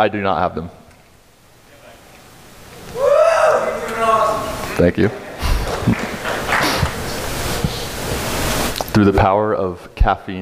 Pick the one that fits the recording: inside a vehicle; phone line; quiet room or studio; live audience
live audience